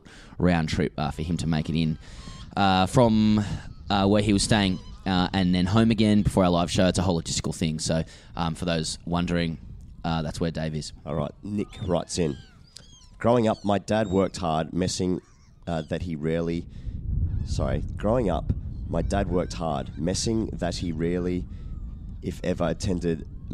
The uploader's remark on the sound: Recorded from Hyde Park and the Australian team hotel on Lord’s Test Eve.